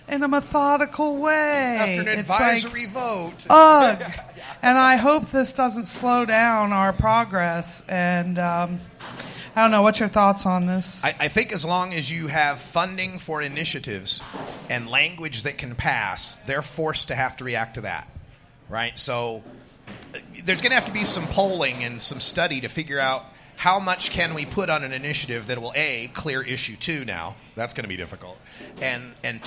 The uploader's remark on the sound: Live from Columbus, Ohio, Women Grow event.